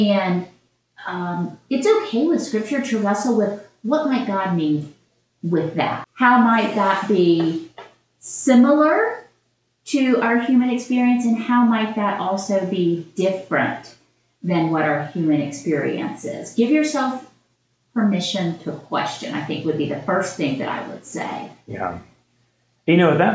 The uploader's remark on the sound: We had some difficulty with our sound in this episode....so the quality is a little worse that usual.